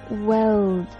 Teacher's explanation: 这个 L 是 dark L 浑浊的 L，哦，这个音呢你用你的舌尖抵住你的上齿龈 · 发美音的同学这个词非常容易发错，可能会发成 word，就把这个 o 给去掉了